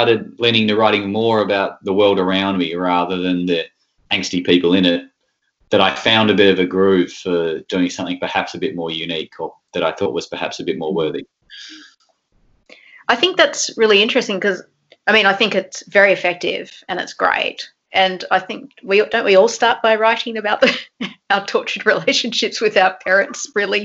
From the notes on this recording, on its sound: This conversation was recorded online over Skype during the Covid-19 crisis.